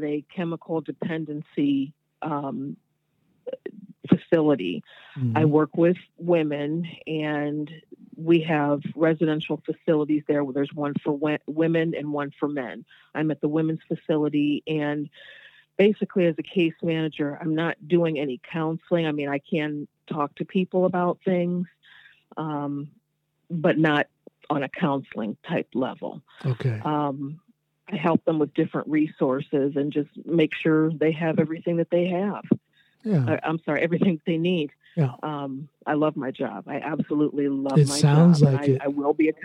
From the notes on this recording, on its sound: on the phone from Ohio